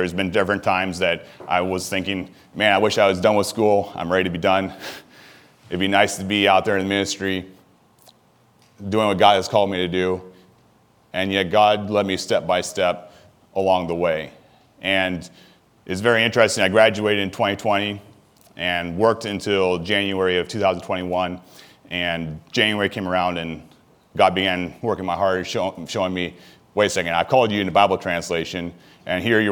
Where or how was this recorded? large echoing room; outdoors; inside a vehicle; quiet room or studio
large echoing room